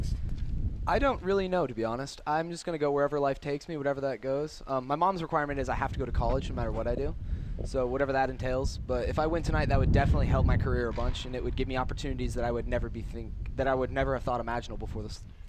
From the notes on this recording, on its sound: live from the Keith Kunz Motorsports Giveback Classic Presented by TRD